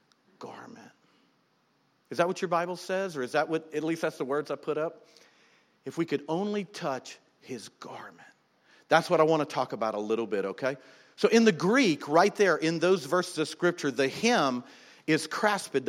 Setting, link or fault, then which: setting, large echoing room